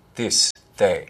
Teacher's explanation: Listen to those TH sounds in this. This is bigger than they are. They should be dentalized.